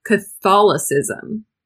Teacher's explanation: Emphasis on that O in the middle.